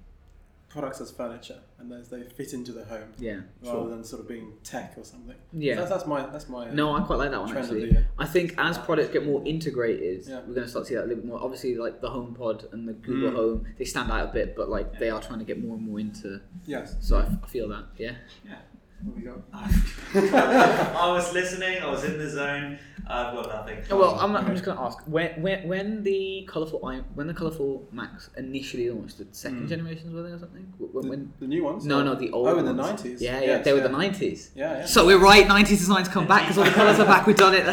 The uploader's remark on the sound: live from the 'Made in Brunel Final Showcase'